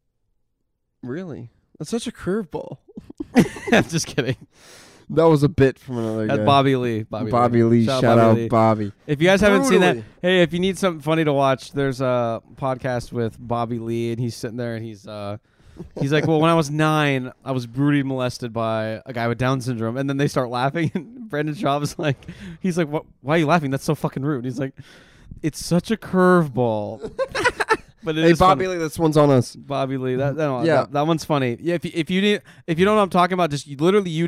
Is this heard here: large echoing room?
no